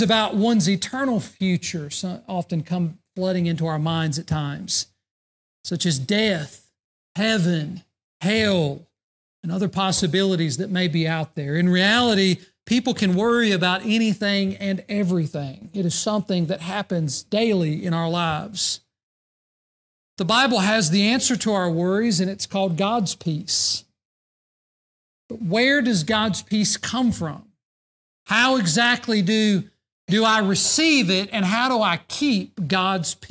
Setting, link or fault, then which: setting, large echoing room